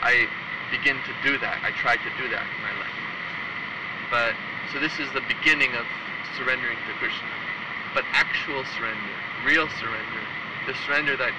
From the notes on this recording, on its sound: recorded on a beautiful night on the Beach in Tugun Australia